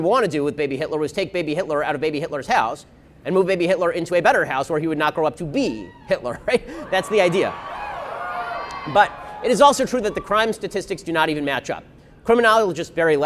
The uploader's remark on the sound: We broadcast live from the March for Life